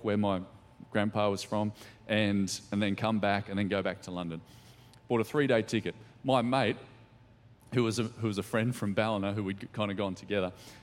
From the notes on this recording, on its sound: Recorded during our 5pm service